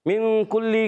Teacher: لام کا مخرج زبان کا کنارہ دوحک سے ثنایا تک کے مسوڑے